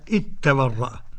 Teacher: إذ تبرأ، ذال سكنة وأتى بعدها تاء، قرأ بإدغام الذال في التاء هكذا